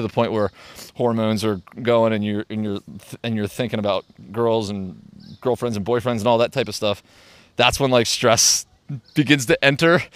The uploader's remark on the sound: Today’s episode was recorded in Central Park. NYC.